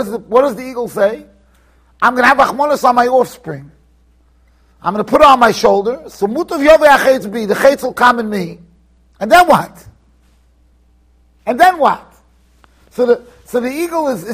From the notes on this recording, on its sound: Shiur recorded in Yeshivas Ohr Reuven, Monsey NY.